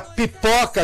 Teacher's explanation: E de repente vem a pipoca que explode, a pipoca que explode, a consoante bilabial